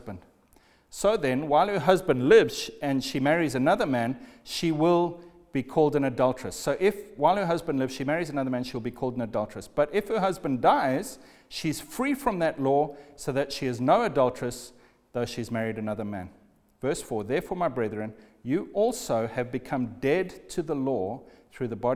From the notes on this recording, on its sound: Recorded at the Lighthouse Bible School